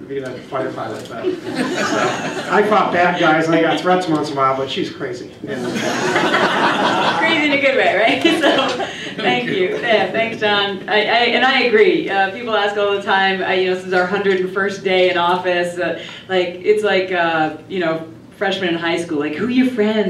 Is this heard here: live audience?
yes